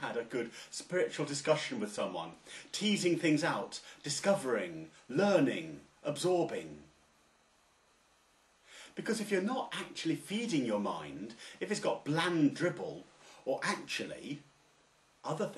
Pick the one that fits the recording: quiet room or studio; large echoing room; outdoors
large echoing room